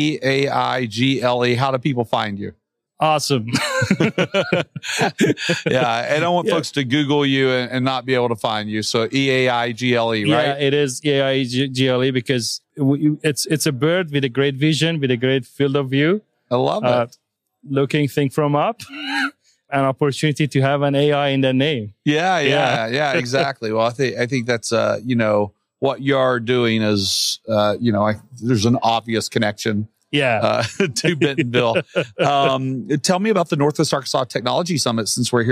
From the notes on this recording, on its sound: NWA Tech Summit Live. In its ninth year, the NWA Tech Summit came back with 1,700 registered attendees when it returned in-person to downtown Bentonville.